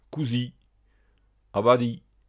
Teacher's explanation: Ia en fin de mot, on ne prononce que le i.